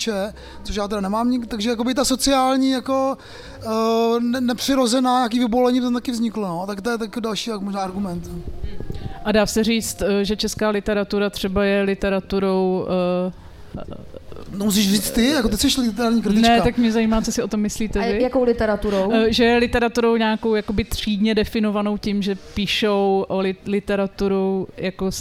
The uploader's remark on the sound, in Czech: Na pódiu ve festivalovém stanu